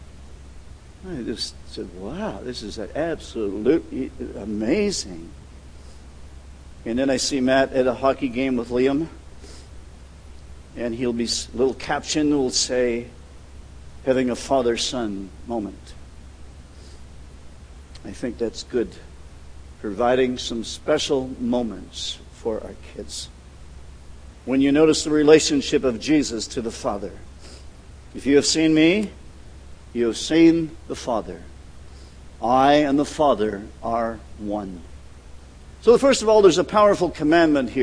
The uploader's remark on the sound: at The People’s Church of Somerville, NB on the morning of June 15, 2014